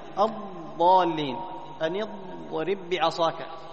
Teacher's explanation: والضاد تختص بصفة إيش؟ الاستطالة، وهو جريان صوتها من مخرجها إلى مخرج اللام